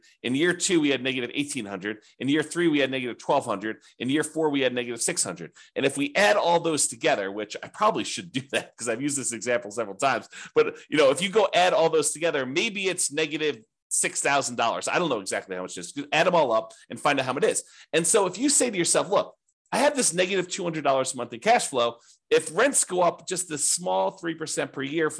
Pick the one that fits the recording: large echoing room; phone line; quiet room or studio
quiet room or studio